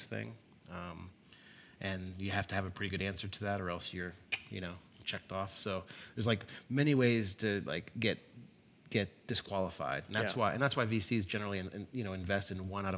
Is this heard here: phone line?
no